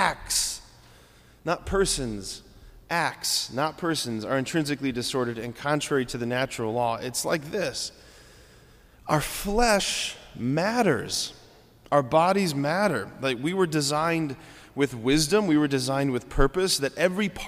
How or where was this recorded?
large echoing room